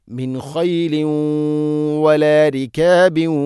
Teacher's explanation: മിൻ ഖൈലിൻ മിൻ ഖൈലിൻ വ തൻവീന് ശേഷം വ വന്നാൽ ഇത് ഗംബിഗുന്ന വലാരിക്കാബിയും വ ഇവിടെയൊക്കെ ഇത് ഗംബിഗുന്നയാണ്. തൻവീനിനെ വ എന്ന അക്ഷരത്തിലേക്ക് കൂട്ടിലയിപ്പിച്ച് മണിച്ചുകൊണ്ട് ഉച്ചരിക്കണം